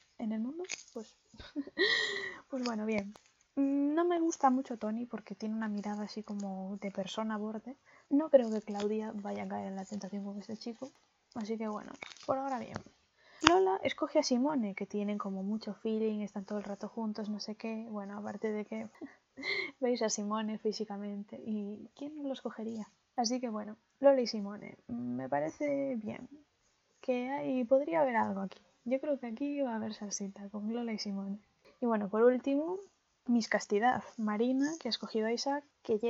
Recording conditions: background noise